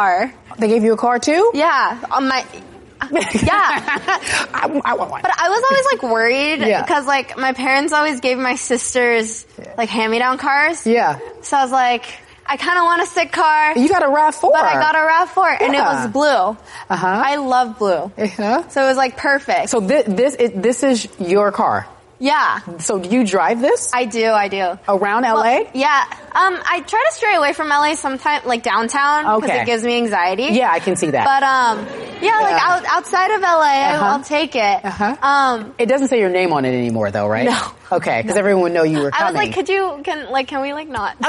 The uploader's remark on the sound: in front of a live studio audience